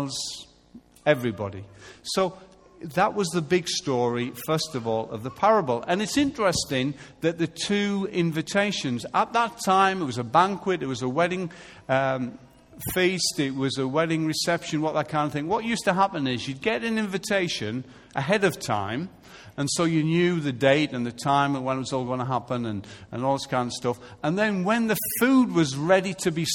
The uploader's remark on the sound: Recorded live at Life Church Lancashire on Sunday 21st September 2014.